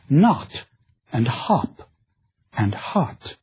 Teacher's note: Americans would say not and hop and hot. These are unrounded sounds. Rounded versions of these would be with greater rounding of the lips.